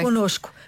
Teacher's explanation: o primeiro N nasaliza a vogal anterior. É com.